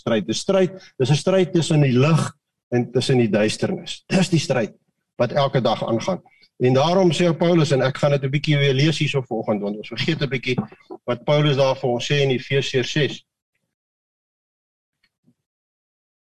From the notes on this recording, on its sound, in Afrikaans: Manne van die Woord Zoom Byeenkoms.